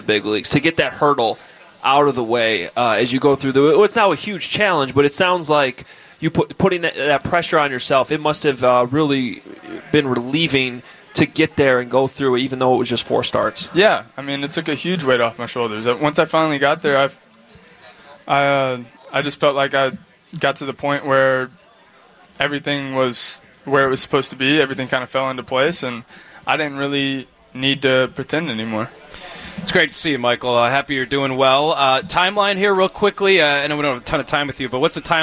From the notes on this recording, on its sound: sit down live at SoxFest